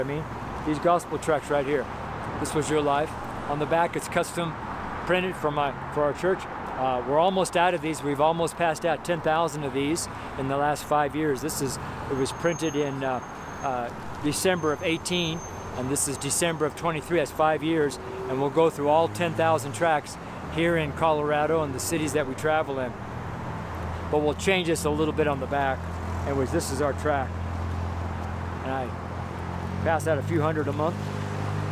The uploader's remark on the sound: MONDAY STREET SERMON. Preached at Baseline & Broadway in Boulder, Colorado.